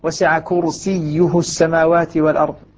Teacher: الراء مفخمة لا تتأثر، ولا تتأثر بما بعدها، تتأثر بالكسرة أو الياء الساكنة قبلها ولا تتأثر بها إن كانت جاءت بعدها.